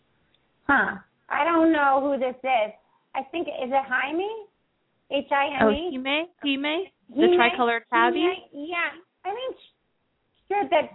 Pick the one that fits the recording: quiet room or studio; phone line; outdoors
phone line